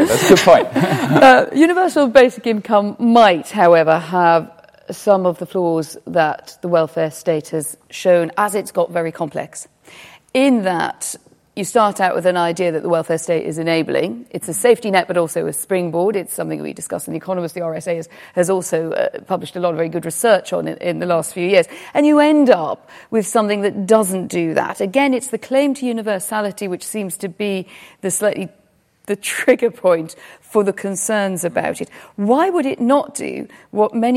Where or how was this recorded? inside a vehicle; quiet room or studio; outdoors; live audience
live audience